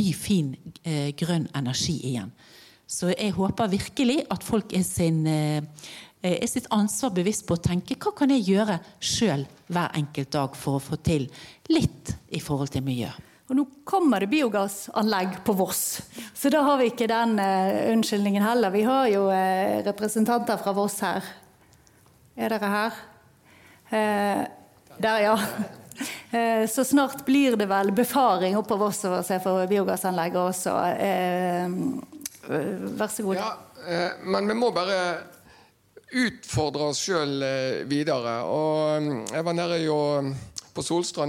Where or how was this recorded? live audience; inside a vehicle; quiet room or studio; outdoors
live audience